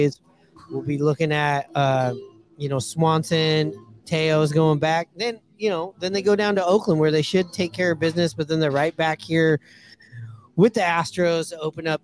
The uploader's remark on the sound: Live from Pioneer Tacos & Tequila!